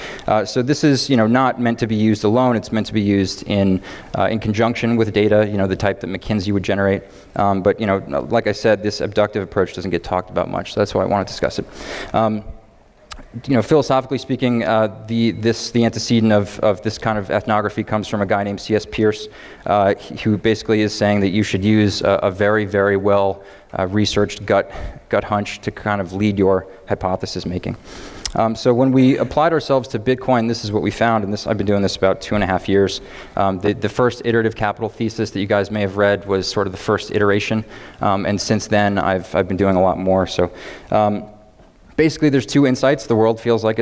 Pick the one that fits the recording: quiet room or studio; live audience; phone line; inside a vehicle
live audience